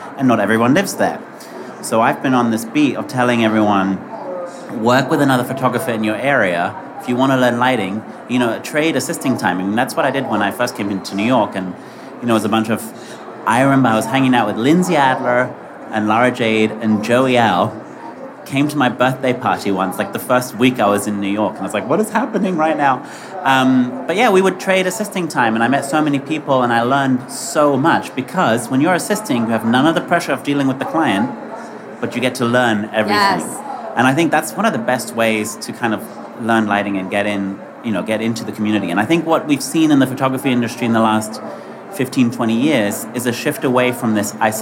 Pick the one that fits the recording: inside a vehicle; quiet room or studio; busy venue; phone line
busy venue